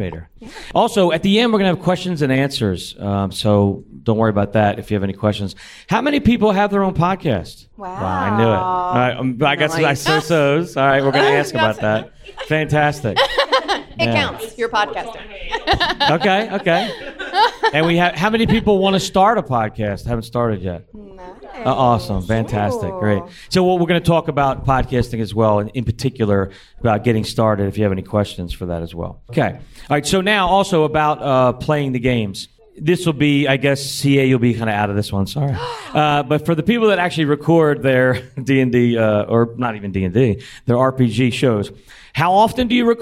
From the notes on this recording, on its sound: GenCon 2019 Podcast Panel